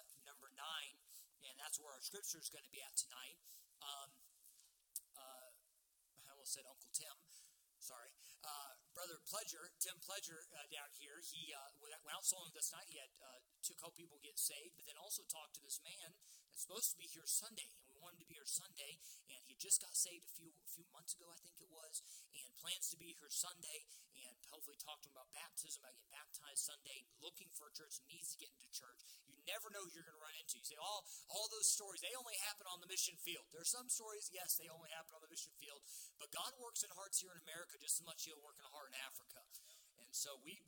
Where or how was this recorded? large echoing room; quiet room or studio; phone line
large echoing room